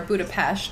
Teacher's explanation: But so to talk a little bit about Budapest as a city, or Budapest as it's pronounced there, because an S sound is pronounced like an SH sound